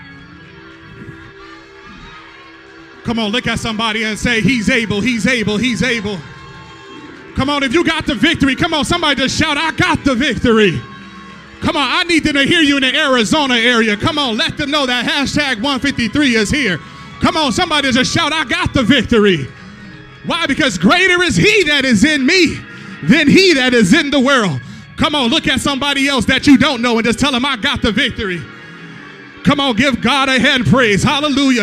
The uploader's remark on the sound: live-recording